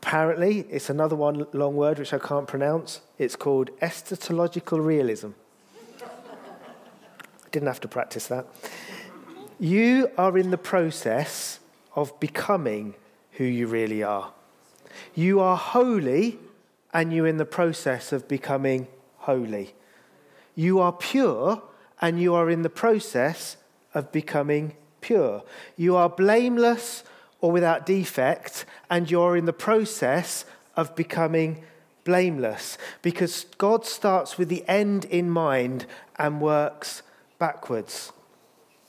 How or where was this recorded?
large echoing room